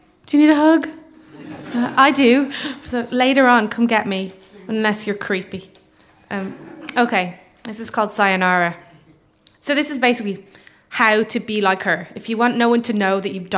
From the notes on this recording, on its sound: This week's episode is the third act of our Tragic Winter live show which took place at the Hackney Attic in February